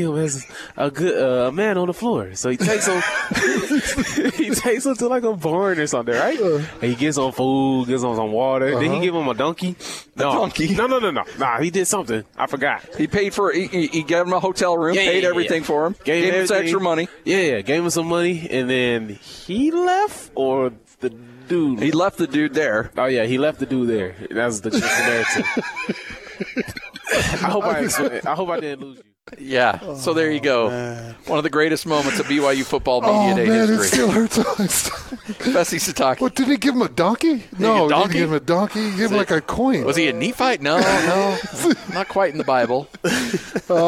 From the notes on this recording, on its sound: Live from BYU Football Media Day.